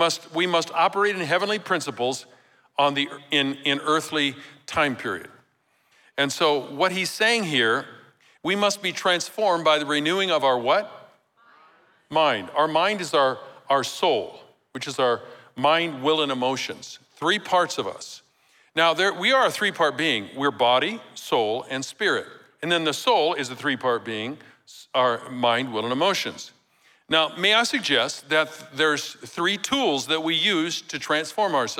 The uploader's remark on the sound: Recorded live at Capital Church in Meridian, Idaho on December 3, 2023